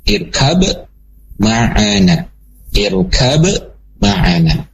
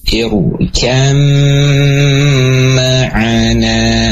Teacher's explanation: Perkolanya hilang, ya, dan huruf ba-nya hilang, masuk ke dalam huruf yang kedua, ke dalam huruf mim · Shown in: second take · Term: gunnah